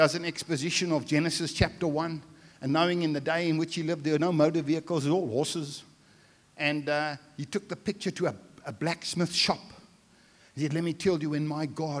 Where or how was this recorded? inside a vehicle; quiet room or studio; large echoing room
large echoing room